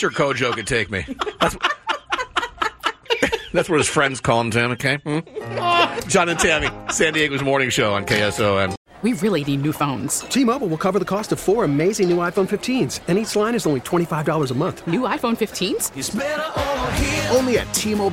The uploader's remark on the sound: If you were at Pechanga arena on Friday night, you caught an amazing show. We chatted with him backstage before the show.